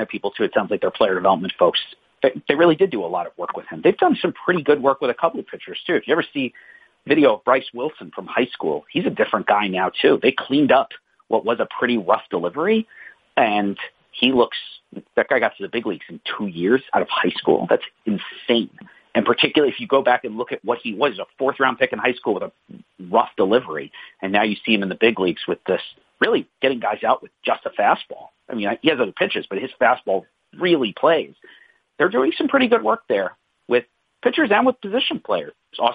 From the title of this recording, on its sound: Conference Call